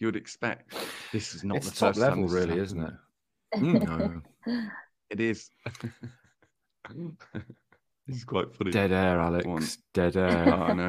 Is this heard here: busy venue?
no